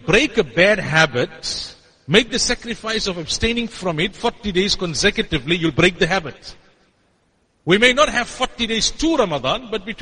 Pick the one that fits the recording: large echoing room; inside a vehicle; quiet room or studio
large echoing room